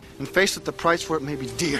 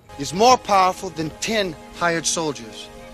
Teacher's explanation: He can't make up his mind whether to leave the R's in or take them out.